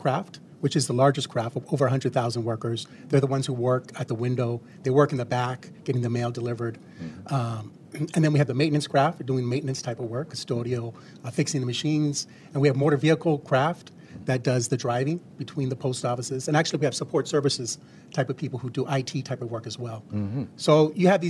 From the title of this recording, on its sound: Broadcasting LIVE from the American Postal Workers Union